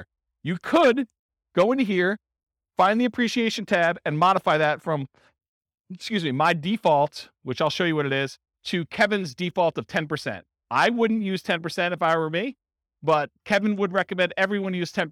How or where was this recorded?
live audience